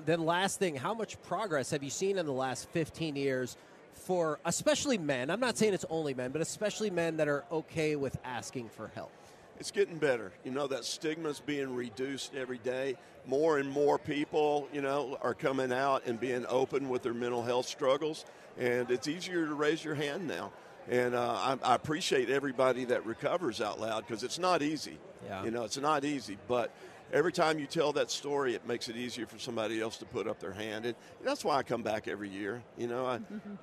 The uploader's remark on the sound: LIVE from Radio Row in Las Vegas!